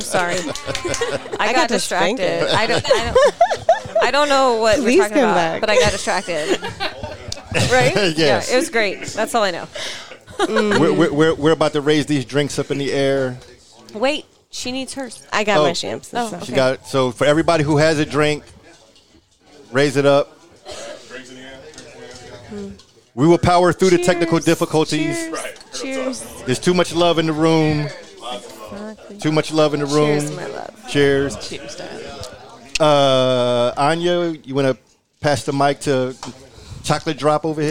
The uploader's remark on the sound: I was joined by many friends and contributors and team members at Splash Mocha in Houston. There was a small gathering in my suite as we kicked off the site and you will hear the festivities and jovial atmosphere in the background. Normally I would have done this in a quiet space but I wanted everyone who was listening to hear the energy in the room.